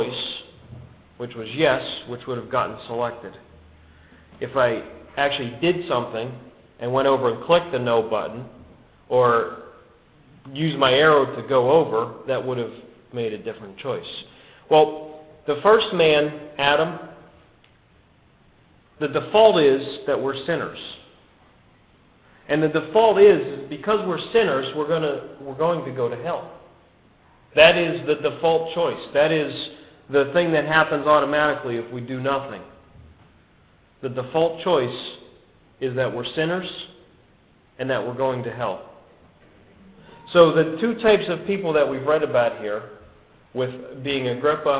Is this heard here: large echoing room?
yes